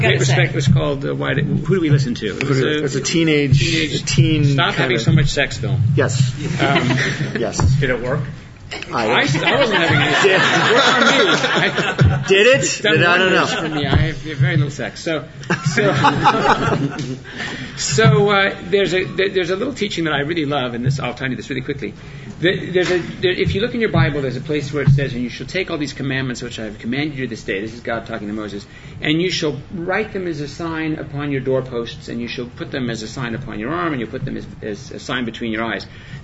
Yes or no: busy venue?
yes